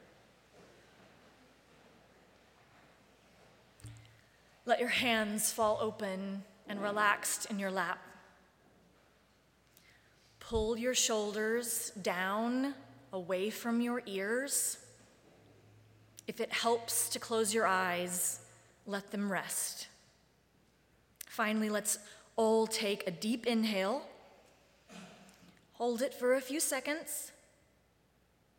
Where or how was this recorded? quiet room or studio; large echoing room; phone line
large echoing room